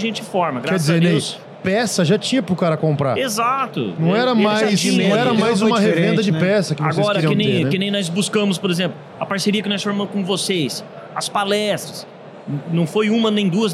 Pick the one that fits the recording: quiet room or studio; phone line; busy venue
busy venue